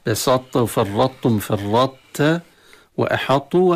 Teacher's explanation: الطاء تقدمت على التاء وهي ساكنة فأدغمت في التاء، وهذا الإدغام ناقص، ولكن هنا الصفة التي بقت ليست غنة، ما في غنة في هذه الطاء، إنما هي صفة الإطباق والاستعلاء. · Term: الإدغام الناقص